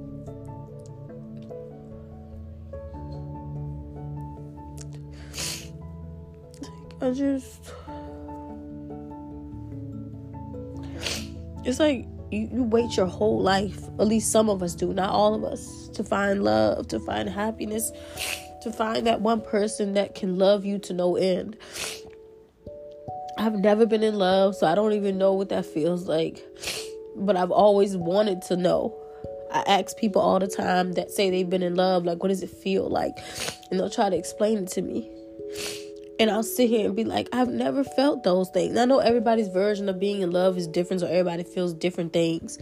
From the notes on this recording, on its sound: This was recorded within two days and I had a bad cold so please ignore the coughing. Some tears were shed during this recording as well.